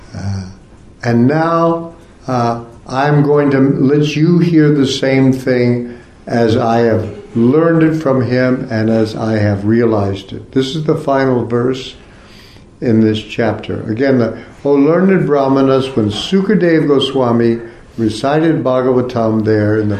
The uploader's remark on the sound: Part of the Bhakti Legacy Conference offered at the ISKCON temple in Korsnas Gard, Sweden.